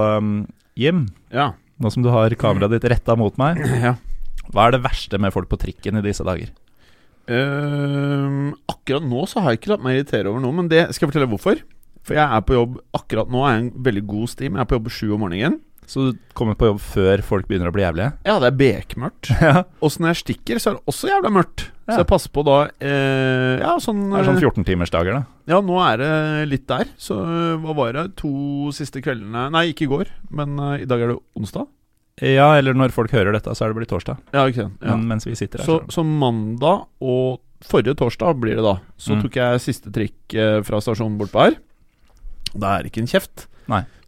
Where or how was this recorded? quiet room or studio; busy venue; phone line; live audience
quiet room or studio